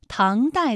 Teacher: 唐代的唐字也是一个后鼻音，有后鼻韵母昂